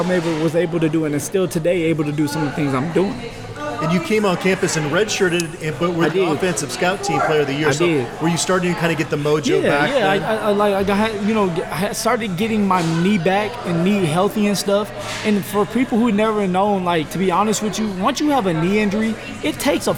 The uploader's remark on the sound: The show was recorded at GQue BBQ, which has five locations in the Denver area.